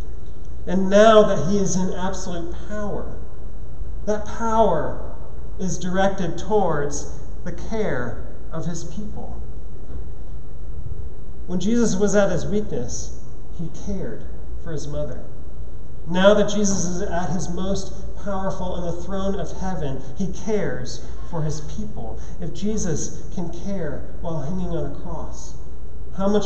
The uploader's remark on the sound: at Trinity Church, Puerto Rico